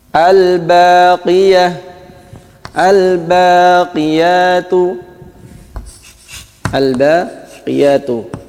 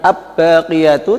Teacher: Kemudian ba, contoh ba, al-baqiyah, al-baqiyatu, al-baqiyatu, jadi lamnya dibaca jelas, al-baqiyatu, bukan ab-baqiyatu, tapi al-baqiyatu, lamnya jelas, lam sukunya dibaca izhar · Shown in: first take